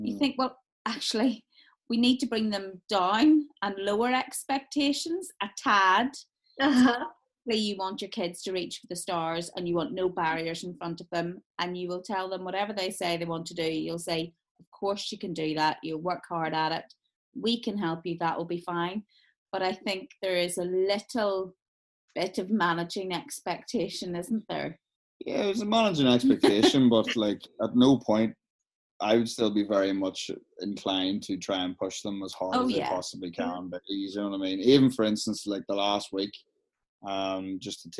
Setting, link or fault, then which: link, video call